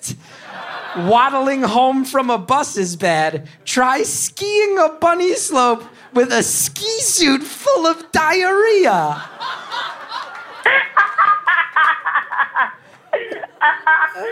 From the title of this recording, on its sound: Live From Rochester